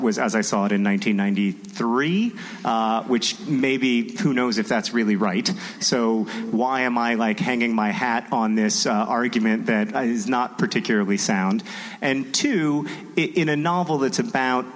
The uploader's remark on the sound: Recorded at NerdCon: Stories in Minneapolis, MN on October 14, 2016.